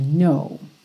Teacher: Então, embora ele tenha esse K no começo, N-O-W, o K não é pronunciado e ele não vai ter a pronúncia do agora, now, aberta, é uma pronúncia fechadinha